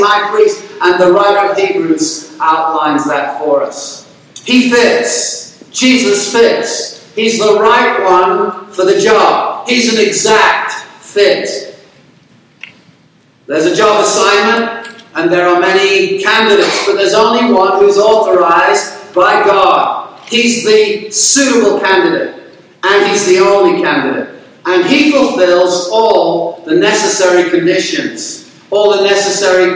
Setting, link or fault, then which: fault, poor sound quality